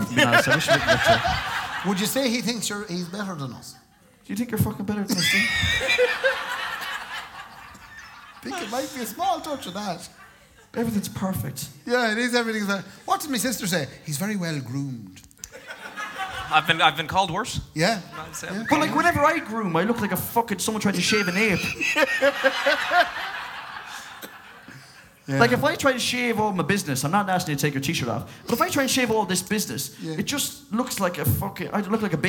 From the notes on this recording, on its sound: Live Show. Live at Anderson’s.